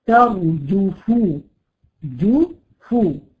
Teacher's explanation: الاثنين حرف الفاء مهموس، فبالتالي عايز يخرج معاه الهواء، فبتلاقي نفسك ما انتش عارفه تخلصي الجيم من الفاء، ينتبه كويس جدا لهذه الكلمات.